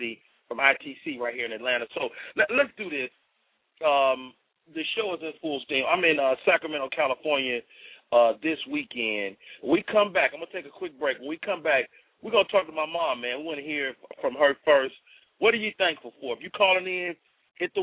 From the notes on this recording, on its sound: opens up the lines to chat with his audience